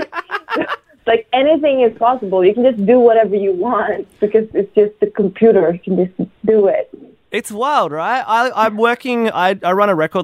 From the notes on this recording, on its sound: Got her on the phone to geek out about how she puts together her massive, industrial pop music.